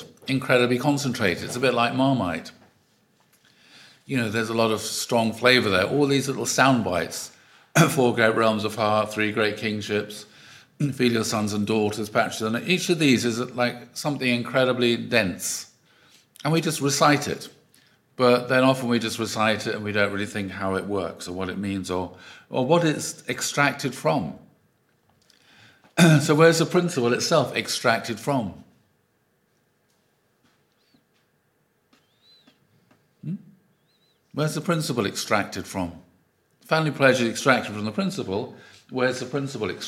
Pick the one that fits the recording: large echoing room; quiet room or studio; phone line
large echoing room